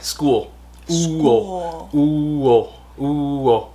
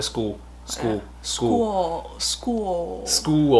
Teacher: school uo uo uo đấy chứ không phải là thuần là âm u